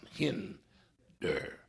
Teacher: The emphasis is on the first syllable, and it's a short I, so it makes the E sound, hinder.